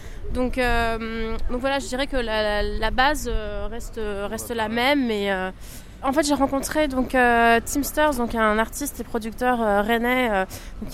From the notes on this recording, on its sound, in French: 30 minutes en balade dans Rennes. Un épisode enregistré aux Transmusicales de Rennes, le lendemain de son concert, avec une chanson en acoustique.